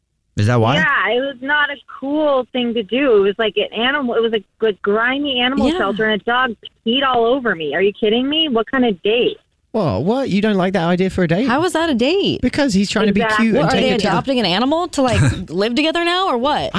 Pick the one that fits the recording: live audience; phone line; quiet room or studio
phone line